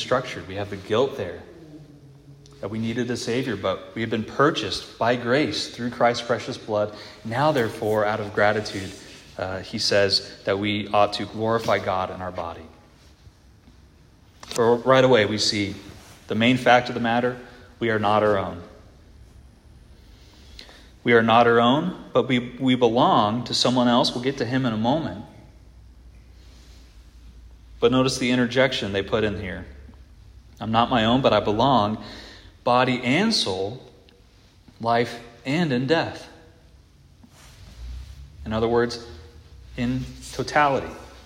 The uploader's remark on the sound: This audio is from the evening prayer meeting at Christ the King